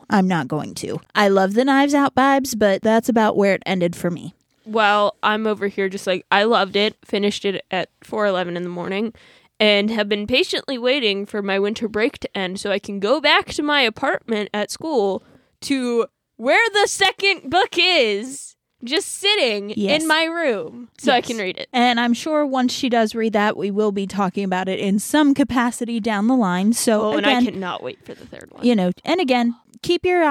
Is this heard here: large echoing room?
no